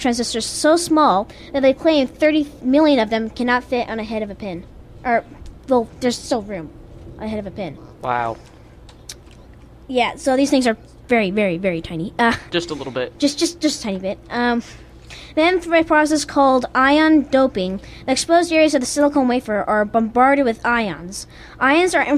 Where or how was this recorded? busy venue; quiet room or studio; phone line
busy venue